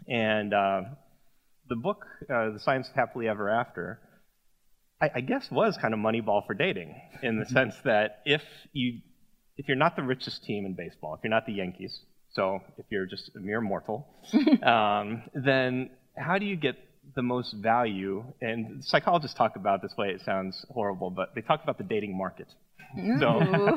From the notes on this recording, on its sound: A chance to hear one of the events we recorded at the 2019 Emirates Airline Festival of Literature.